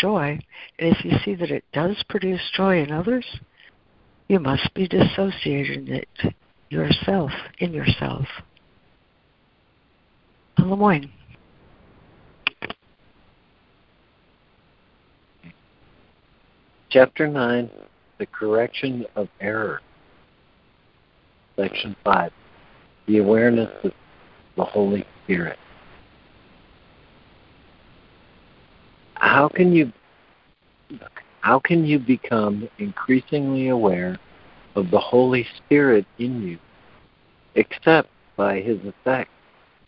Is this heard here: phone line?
yes